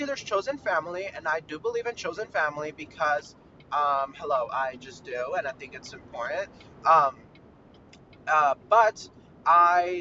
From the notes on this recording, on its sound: mini ROAD-TRIP podcast so so sorry abt the audio.